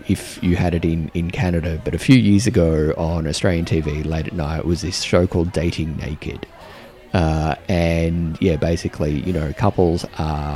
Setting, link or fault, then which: setting, busy venue